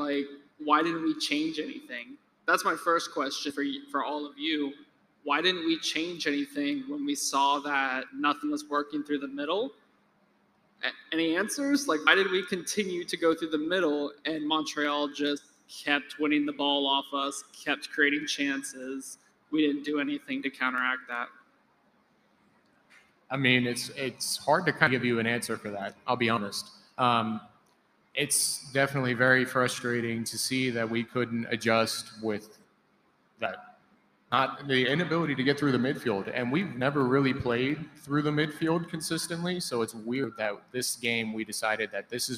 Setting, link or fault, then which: setting, busy venue